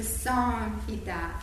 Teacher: csak egy nasz, egy orrhangot. Nem kell külön egy M-et mondani. · Term: anuszvára M